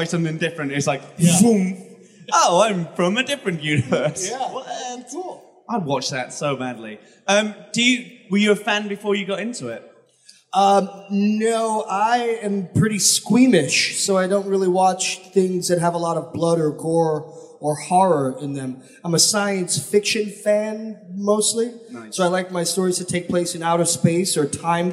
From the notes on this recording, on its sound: at Brussels Comiccon (Feb 2020)